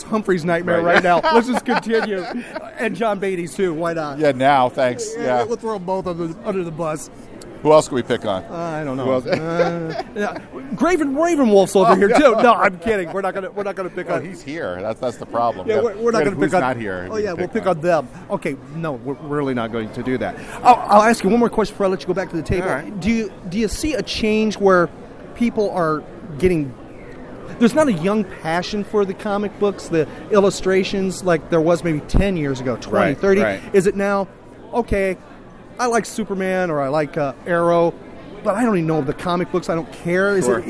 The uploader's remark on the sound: recorded at Fanboy Expo Lakeland.